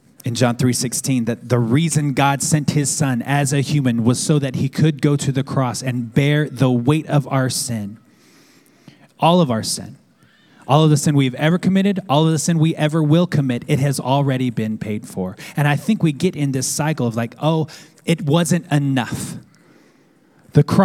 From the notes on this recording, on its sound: at our Downtown Manhattan Community on Sunday, December 22nd